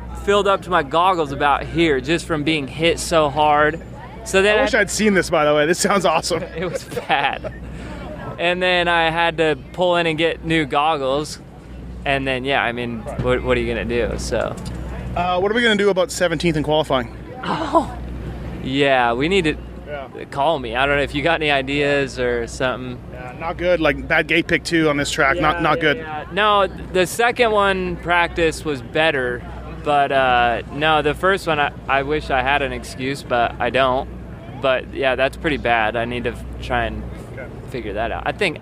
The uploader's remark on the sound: Hangtown 2013 Post-Race Interviews